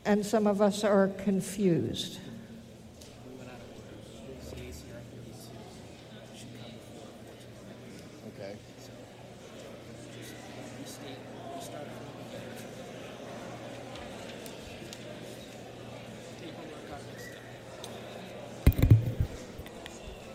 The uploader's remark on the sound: This is a live recording of the New Hampshire House of Representatives from March 10, 2022.